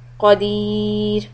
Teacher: the ra is going to be soft because there's a kasra preceding the ra sukun